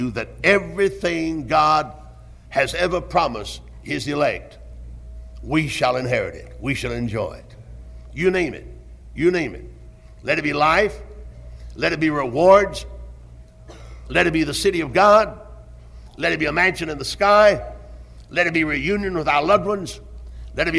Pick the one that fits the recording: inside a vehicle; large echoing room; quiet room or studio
large echoing room